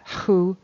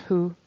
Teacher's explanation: One of the tendencies of Eastern European speakers is to really over-exaggerate the H sound. · Shown in: first take · So in that word who, there's a real strong aspirated H at the beginning of it, who.